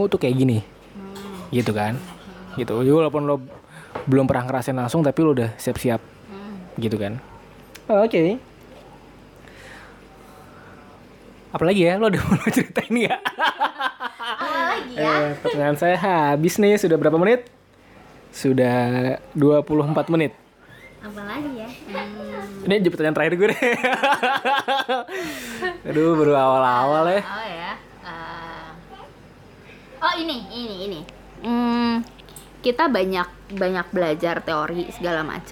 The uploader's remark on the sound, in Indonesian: sorry yaa kalo banyak suara anak-anak, rekaman nya di rumah.